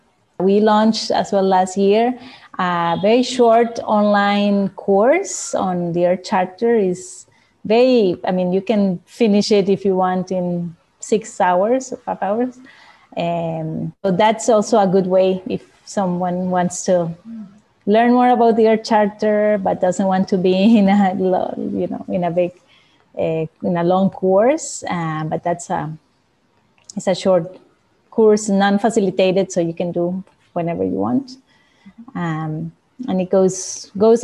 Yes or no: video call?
yes